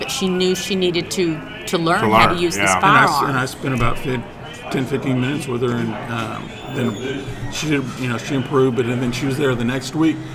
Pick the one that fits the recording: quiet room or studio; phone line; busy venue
busy venue